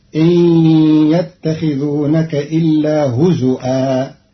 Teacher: قرأ قالون كلمة هزوا بهمز الواو على الأصل في لغة بعض العرب فتصير إن يتخذونك إلا هزوا.